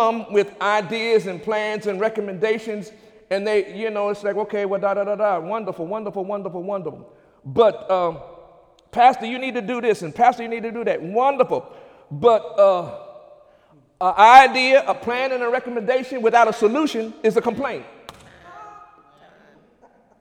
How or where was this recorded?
large echoing room